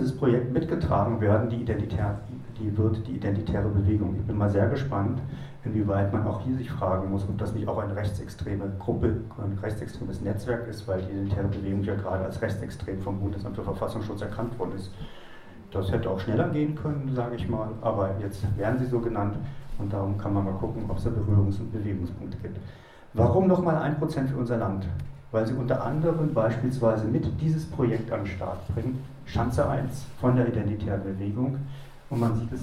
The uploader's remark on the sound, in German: Der nachfolgende Beitrag ist ein Mitschnitt eines Vortrags